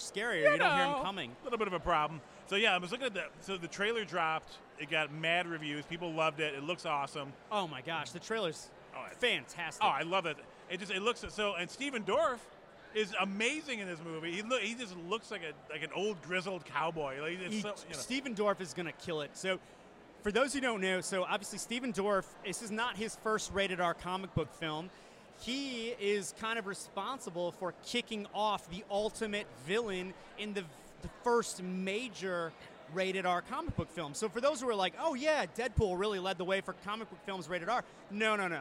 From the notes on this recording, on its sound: Live from the premier of the movie Dead Mans Hand